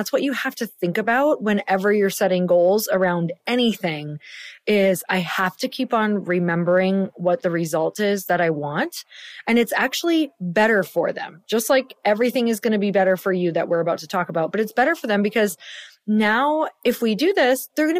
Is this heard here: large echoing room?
no